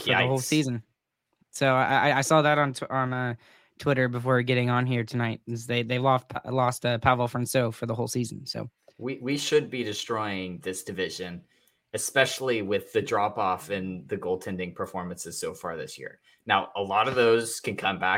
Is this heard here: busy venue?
no